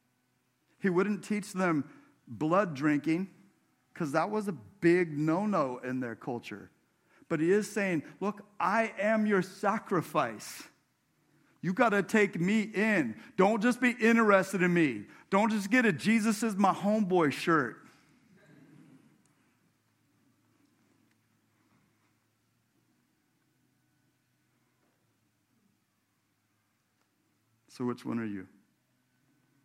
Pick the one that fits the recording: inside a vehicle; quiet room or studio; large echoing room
large echoing room